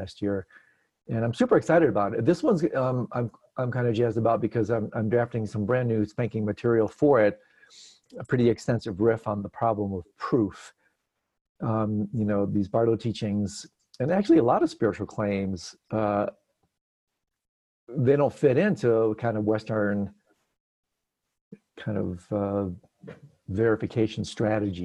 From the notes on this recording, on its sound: Virtual Hangout